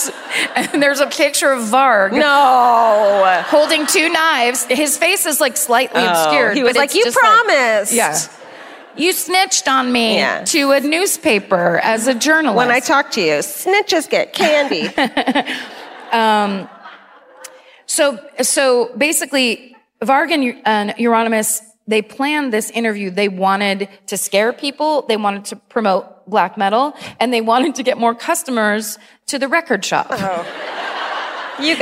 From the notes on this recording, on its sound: Live at the Folketeatret in Oslo.